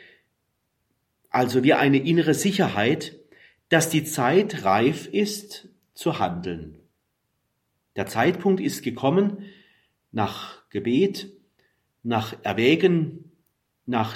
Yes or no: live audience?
no